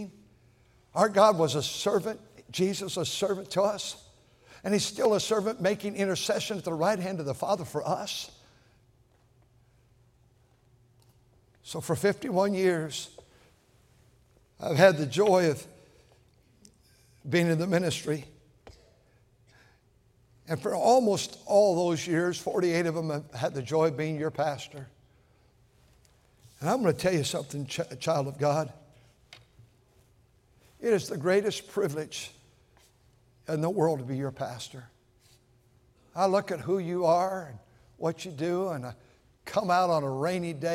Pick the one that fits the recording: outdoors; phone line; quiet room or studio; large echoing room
large echoing room